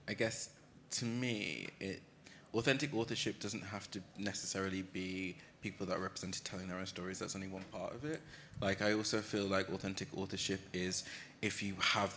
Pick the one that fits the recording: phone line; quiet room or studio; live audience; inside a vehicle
live audience